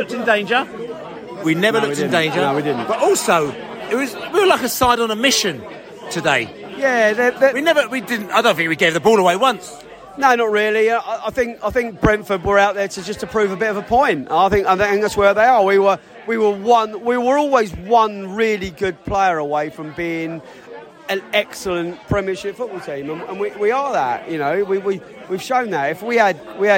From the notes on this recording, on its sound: Post Match Podcast from The Stands and Pub.